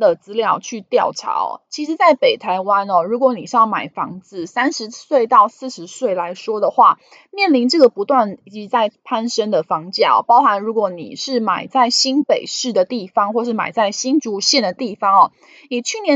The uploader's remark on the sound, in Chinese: 本集有些許雜音，已亟力避免，如有察覺請多多包涵。